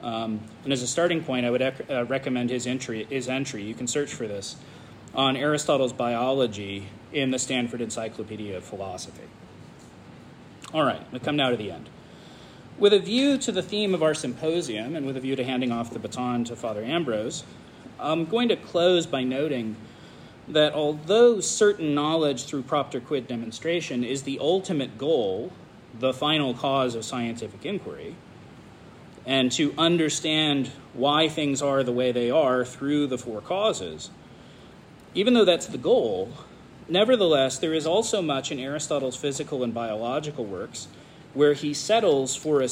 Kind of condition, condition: setting, large echoing room